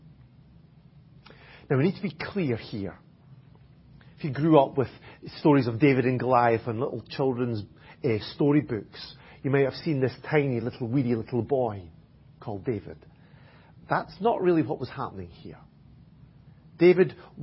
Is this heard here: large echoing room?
yes